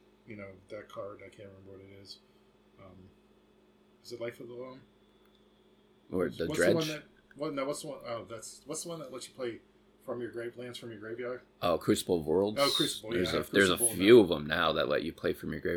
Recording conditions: sounds in the background